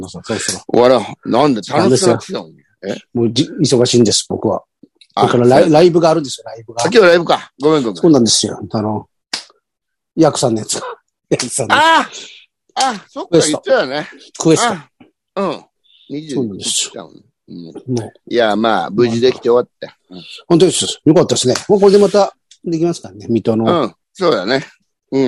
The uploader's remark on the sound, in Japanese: ZOOMで収録